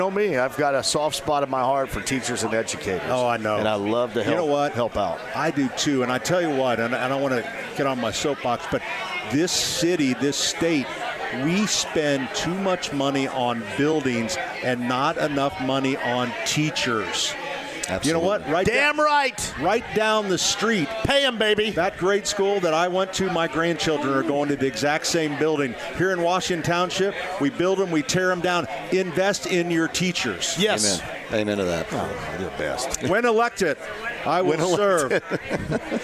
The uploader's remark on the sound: Live From The Rook